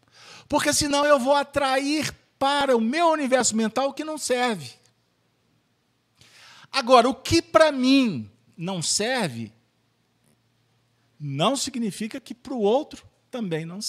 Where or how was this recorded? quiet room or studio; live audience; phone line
live audience